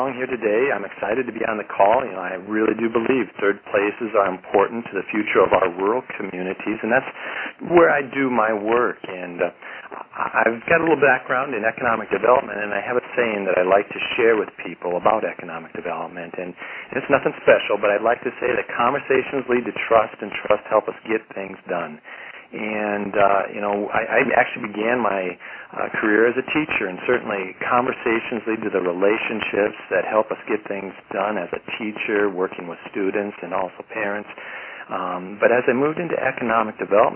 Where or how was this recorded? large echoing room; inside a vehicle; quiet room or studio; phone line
phone line